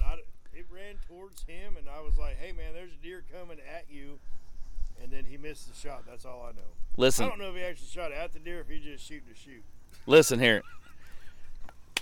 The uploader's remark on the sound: we take the recording out into the field and around the fire at our makeshift deer camp